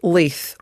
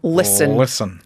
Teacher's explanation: if we're going for a northern accent, I'm going to go for a dark L with that. So it's going to have the back of your tongue up. So it's going to be Leith.